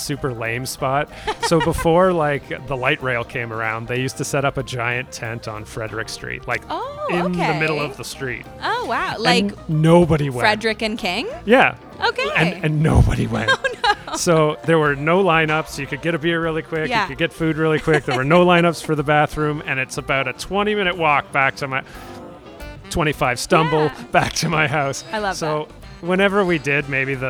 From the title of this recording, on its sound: LIVE at The Lokal Lounge